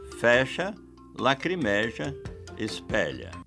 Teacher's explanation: parece haver uma tendência a pronunciar, no linguajar coloquial, com timbre aberto